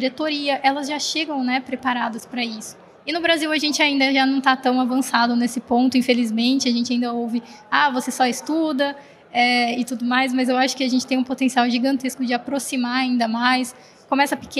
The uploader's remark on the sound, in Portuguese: realizado ao vivo no Siemens Innovation Forum 2022